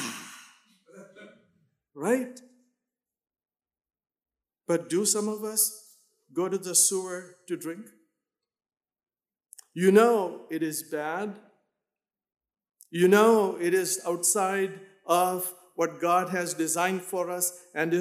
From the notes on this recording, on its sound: in Emmaus chapel